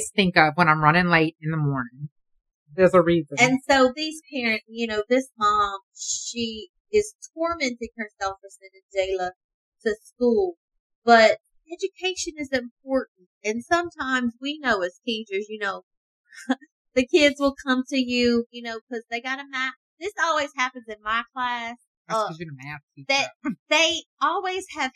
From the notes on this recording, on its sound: Excuse the audio, first timers here